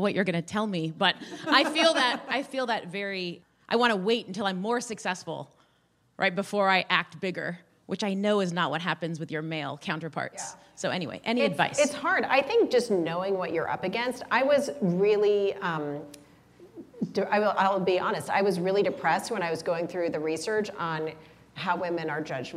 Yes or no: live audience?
yes